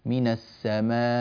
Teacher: كلمة من السماء عندما نقف عليها هنا يوجد ما يسمى بالنبر، يعني قوة الضغط على حرف معين، هذا حتى تظهر لنا الهمزة واضحة جلية، فننتقل إليها بضغطة بعض الشيء، من السماء بهذه الطريقة.